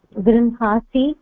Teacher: दन्त्यनकारस्य स्थाने मूर्धन्य नकार सर्वत्र नकारः मूर्धन्य नकारः एव भवति अतः तत्र गृह्णासि इति भवति तदेव अत्र तः इति स्थाने गृह्